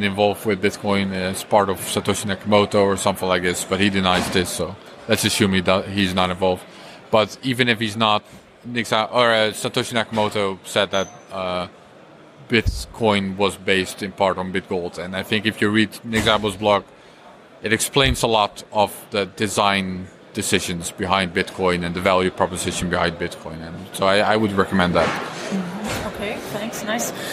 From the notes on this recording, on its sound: Recorded at the Israel Bitcoin Summit in January 2019.